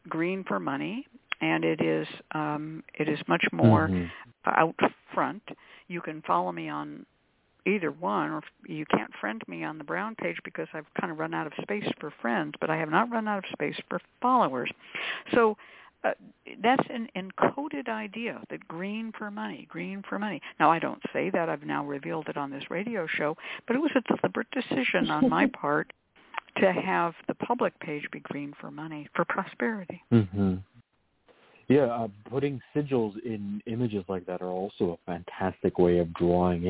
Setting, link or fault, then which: link, phone line